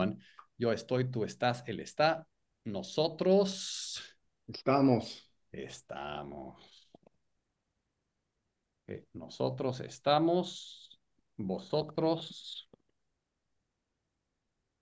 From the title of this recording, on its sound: Group Class on Zoom